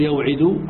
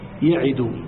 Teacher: تقول ضرب يضرب، إذن فالقياس والأصل وعد يوعد، إلا أن العرب لا تقول يوعد وإنما تحذف الواو فتقول يعد · Shown in: second take · Term: الإعلال بالحذف